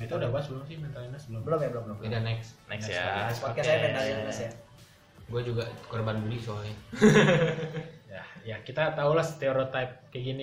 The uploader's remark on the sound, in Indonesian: Mohon maaf agak bergema suaranya kami syuting di goa